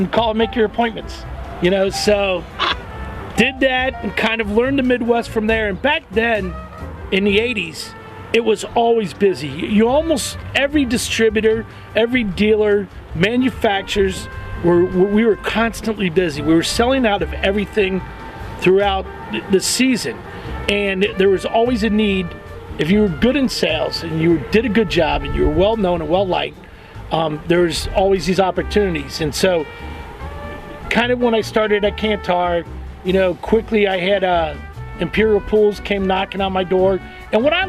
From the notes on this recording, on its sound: Chats lakeside.